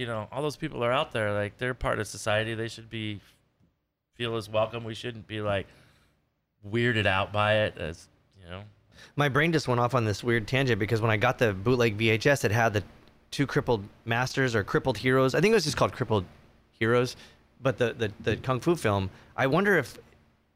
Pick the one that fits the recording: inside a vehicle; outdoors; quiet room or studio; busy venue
busy venue